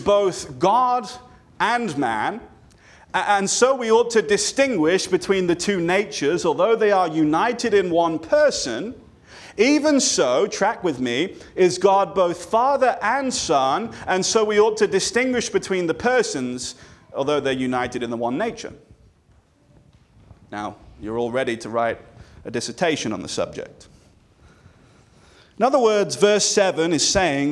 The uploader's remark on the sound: This sermon was delivered on January 14, 2024 at Antioch Presbyterian Church, a mission work of Calvary Presbytery of the Presbyterian Church in America located in Woodruff, South Carolina.